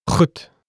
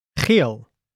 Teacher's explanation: And it's a voiceless sound, so your vocal cords aren't supposed to vibrate. The Afrikaans G is a fricative, meaning that it's pronounced by passing air through the partly constricted opening in your mouth.